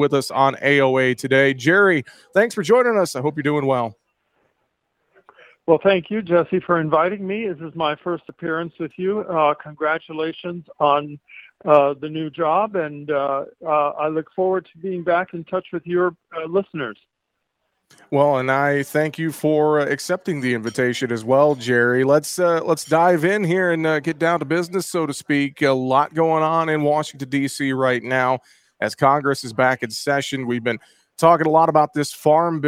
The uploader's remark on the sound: Tuesday on AOA, we broadcast live from the Moving Iron LLC Summit in Nashville, TN.